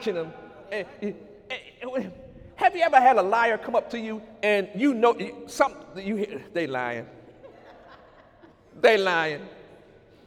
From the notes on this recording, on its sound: During Sunday morning service on March 24, 2019